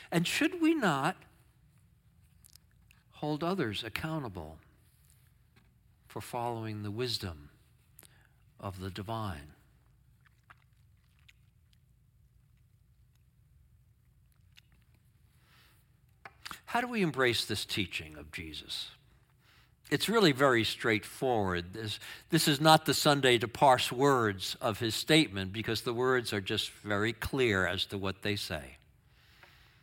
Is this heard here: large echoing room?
yes